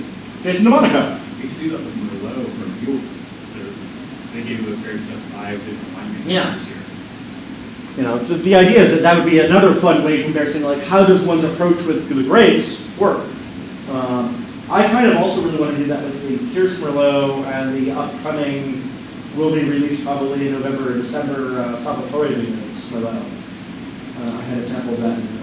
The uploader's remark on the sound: This is a recording of my brief talk on Wine and Social Media at the Verde Valley Wine Consortium.